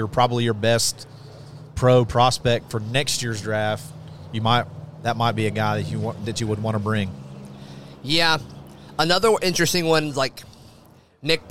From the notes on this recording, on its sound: broadcast live from Baumhower's in Auburn